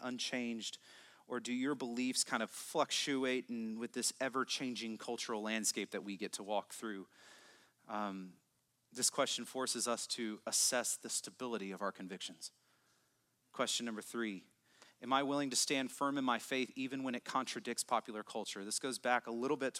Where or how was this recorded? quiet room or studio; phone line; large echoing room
large echoing room